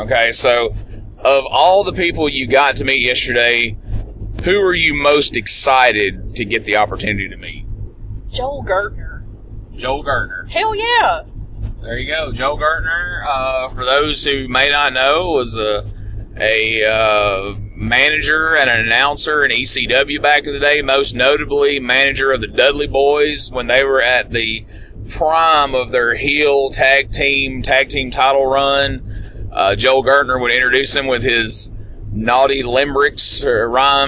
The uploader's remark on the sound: WrestleCade 2015 in Winston-Salem, North Carolina while driving back from the event.